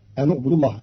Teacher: قرأ قالون كلمة أن اعبدوا بضم النون وصلا لضم ثالث الفرق، فتصير الجملة أن اعبدوا الله.